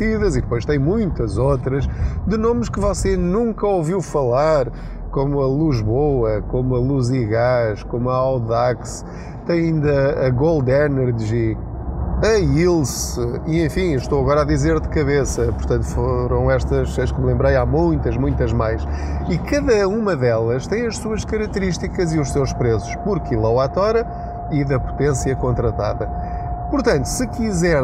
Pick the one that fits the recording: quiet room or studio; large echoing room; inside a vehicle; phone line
inside a vehicle